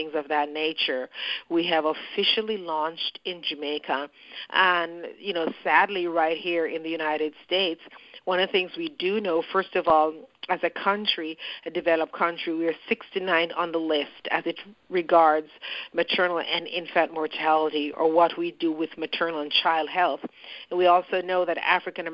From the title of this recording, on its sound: Footprints Foundation Global Educator Conference Call